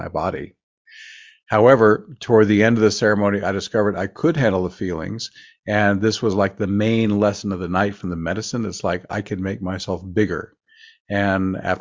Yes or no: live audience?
no